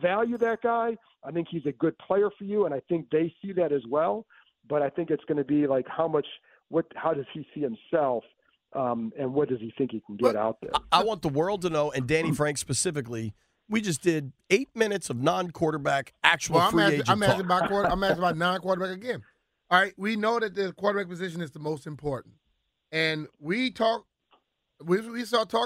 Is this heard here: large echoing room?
no